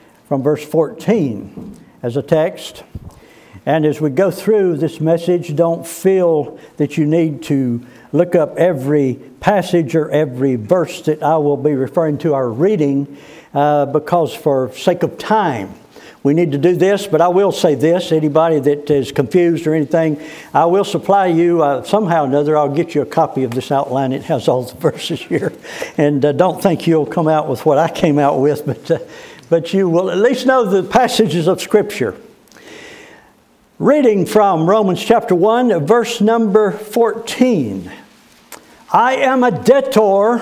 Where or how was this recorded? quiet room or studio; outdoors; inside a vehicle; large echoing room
large echoing room